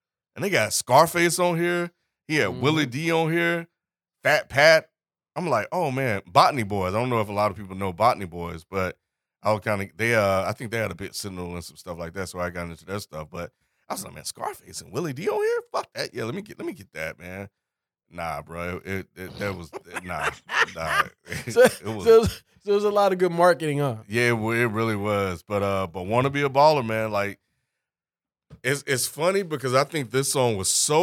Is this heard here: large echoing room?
no